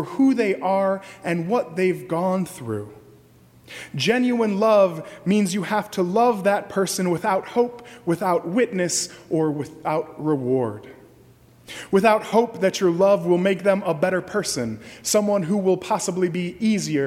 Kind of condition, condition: setting, large echoing room